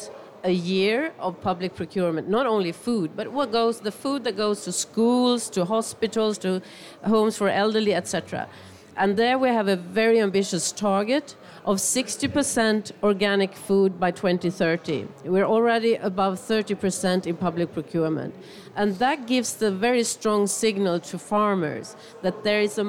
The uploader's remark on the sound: The podcast is taped live in front of an audience at the Nordic Pavilion at COP24 in Katowice, Poland.